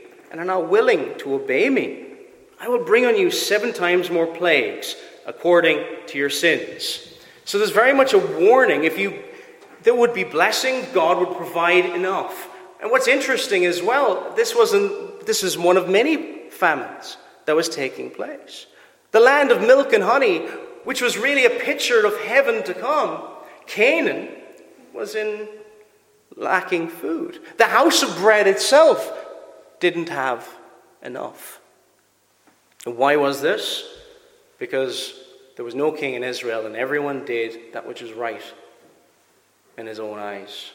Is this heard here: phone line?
no